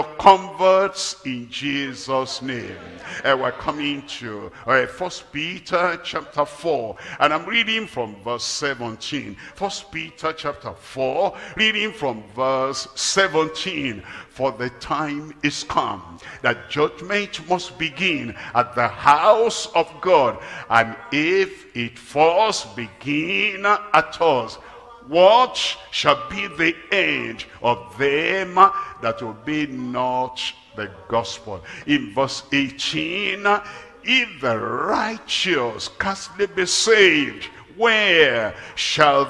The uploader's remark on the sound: live at Ogbomosho, Nigeria